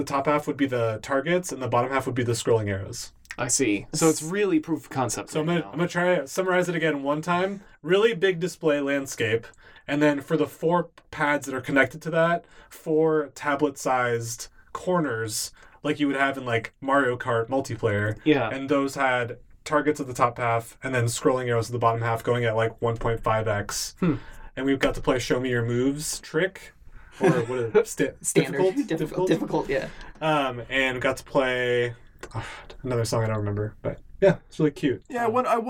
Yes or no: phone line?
no